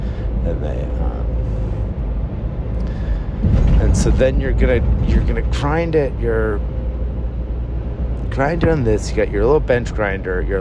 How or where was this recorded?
inside a vehicle